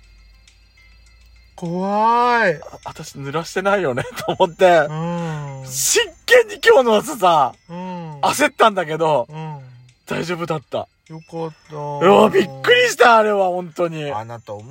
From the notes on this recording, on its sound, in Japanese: パーキング収録